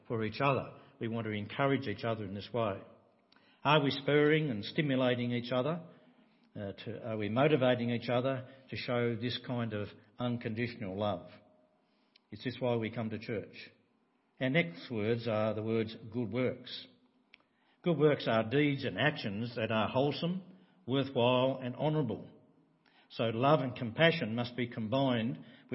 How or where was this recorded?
large echoing room